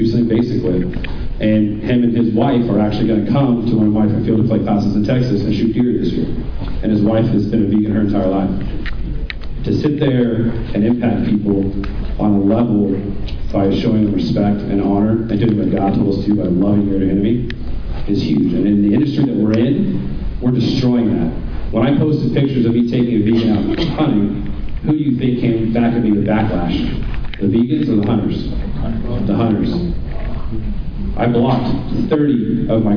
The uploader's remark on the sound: NWTF Convention and Sport Show in Nashville, TN. I have highlights of seminars that I recorded as well as interviews with some of the exhibitors who were at the show.